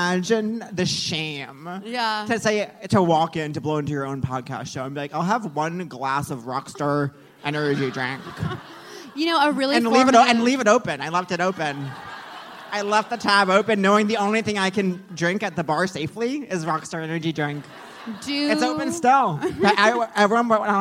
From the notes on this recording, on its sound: live on stage at The Bell House